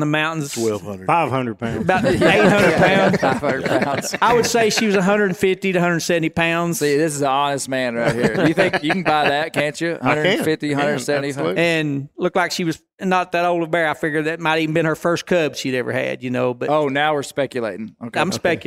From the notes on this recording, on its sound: LIVE at the Bonanza. LIVE, for the first, from the Black Bear Bonanza in Northwest Arkansas.